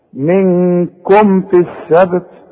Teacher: الميم اللي عليها السكون اقفل فيها شفايفك اظهرها · Term: اظهار